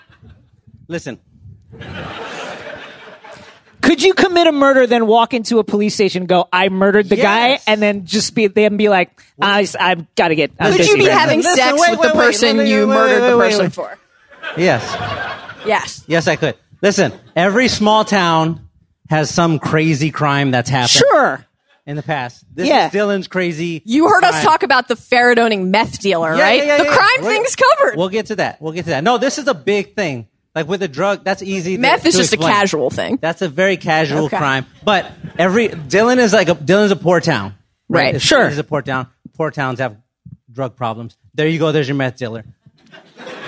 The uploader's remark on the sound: Live from Largo at the Coronet in Los Angeles